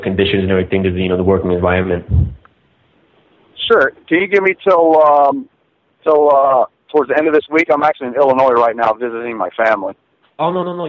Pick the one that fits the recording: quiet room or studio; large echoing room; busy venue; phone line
phone line